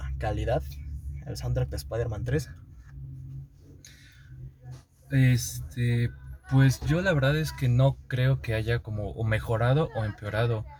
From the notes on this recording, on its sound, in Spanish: Una disculpa por la calidad del audio pero como lo explicamos en el episodio, estábamos encerrados dentro de un carro en el estacionamiento de una plaza